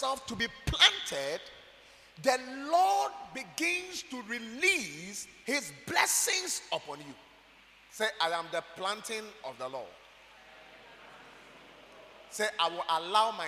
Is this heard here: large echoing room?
yes